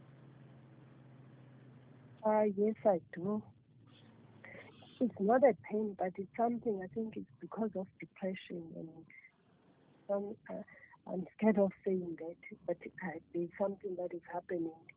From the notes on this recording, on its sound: Deliverance over the phone in JESUS NAME.